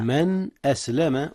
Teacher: أظهر نون من قبل الهمزة إذ هي من أحرف الحلق · Term: إظهار